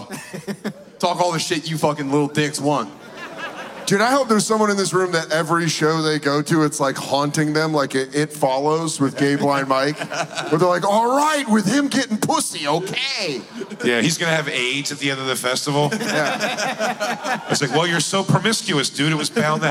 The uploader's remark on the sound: The Bonfire at Skankfest in Las Vegas live before hundreds of beautiful Skanks!